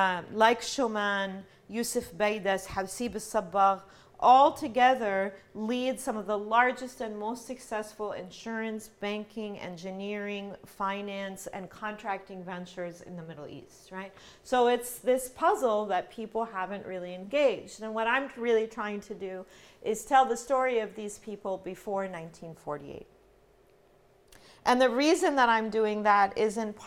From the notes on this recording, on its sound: This lecture was presented by the Middle East and Islamic Studies Program at George Mason University. This lecture was presented by the Middle East and Islamic Studies Program at George Mason University.